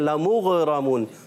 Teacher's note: غین کو پر بھی رکھنا ہے، را پر زبر آنے کی وجہ سے را ہو جائے گا موٹا